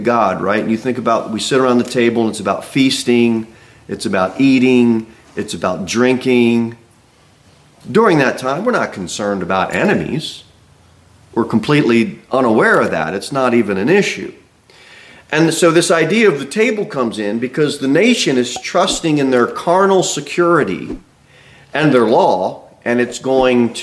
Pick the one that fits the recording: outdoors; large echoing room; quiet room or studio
large echoing room